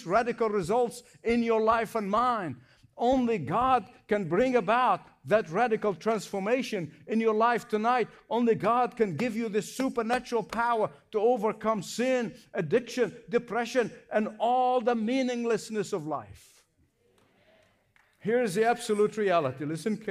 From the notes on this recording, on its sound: Hope Ireland Celebration - Dublin. Experience the excitement of a recent live evangelistic event in Dublin, Ireland.